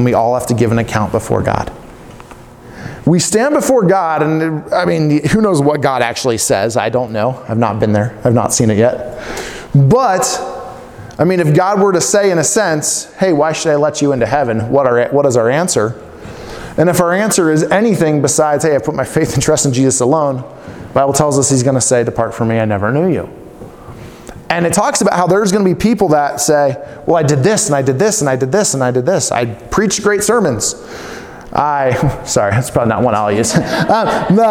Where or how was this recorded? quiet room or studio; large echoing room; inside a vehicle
large echoing room